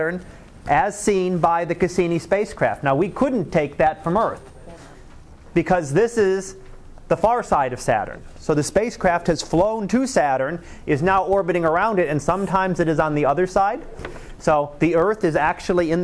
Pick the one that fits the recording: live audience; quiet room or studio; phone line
live audience